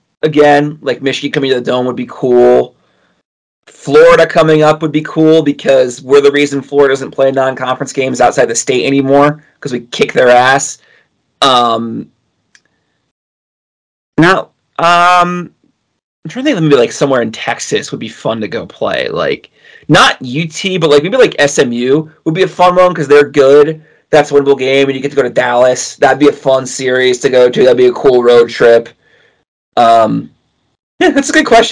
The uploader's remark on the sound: We are aware of the potential audio issues